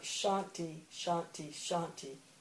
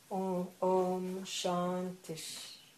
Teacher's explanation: That's called a Visarga, and it aspirates the final vowel, so you would go, but then there's a Sandhi rule, so that Visarga is going to take the sh sound of the following letter · Shown in: second take · So it's not shanti, shanti, shanti.